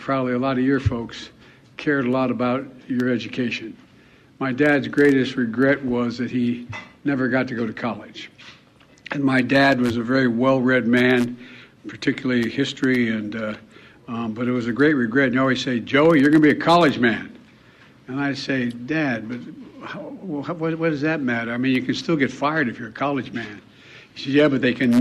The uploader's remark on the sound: Broadcasts LIVE from the World Premiere of Uncle Tom II.